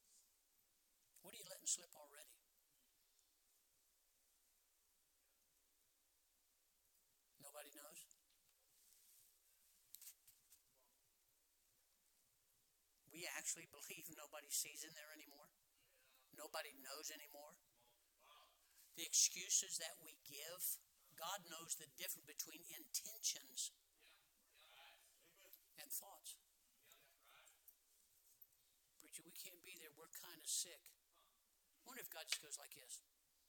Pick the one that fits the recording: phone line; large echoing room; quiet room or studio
large echoing room